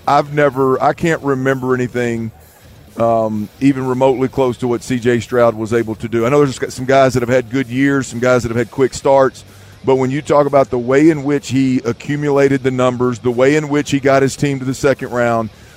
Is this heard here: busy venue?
yes